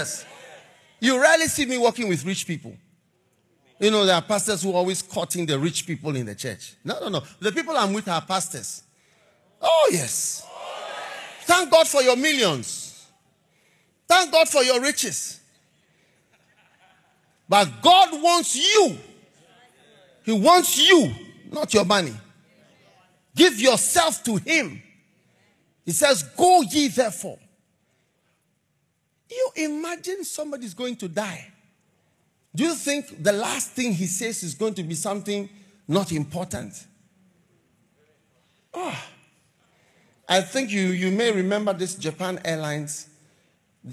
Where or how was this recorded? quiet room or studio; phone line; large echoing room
large echoing room